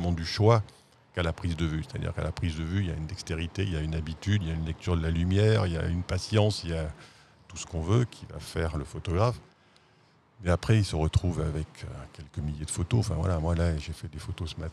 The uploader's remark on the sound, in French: Dans ce podcast enregistré le 7 mai dans la cour des Rotondes